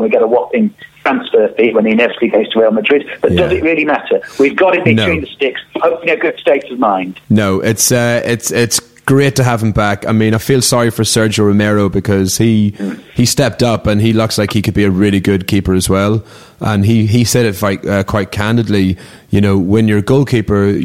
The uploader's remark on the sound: telephone host